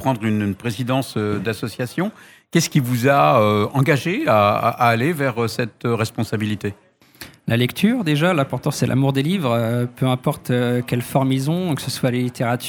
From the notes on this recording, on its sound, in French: Sur les radios de la FRAMA en direct du salon du livre samedi 1er octobre 2022.